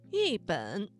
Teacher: 这个词当中的一字在三声之前变成了四声